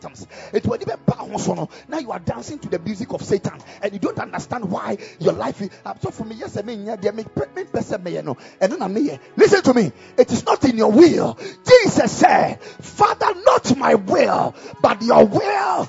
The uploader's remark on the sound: Preached at the Ekklesia Campus.